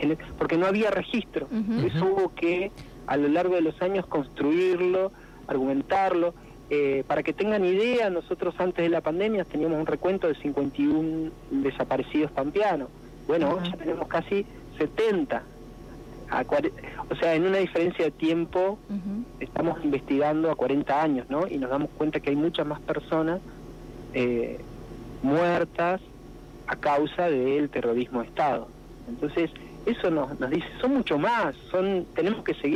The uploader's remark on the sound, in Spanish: Tuvimos una charla telefónica